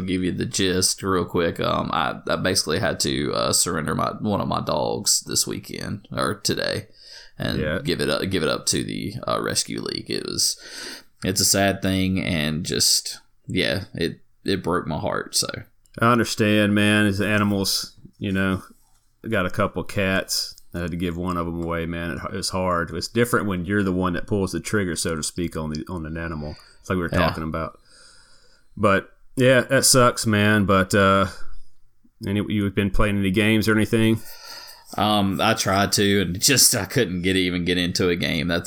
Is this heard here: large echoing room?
no